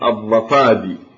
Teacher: وكذلك الضفادع يقلبون فيها العين إلى ياء فيقولون الضفادي.